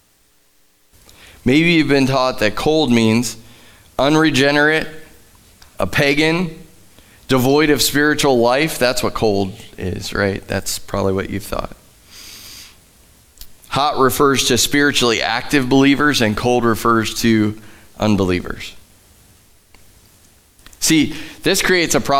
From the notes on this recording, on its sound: Live from The Summit Church in Dover, OH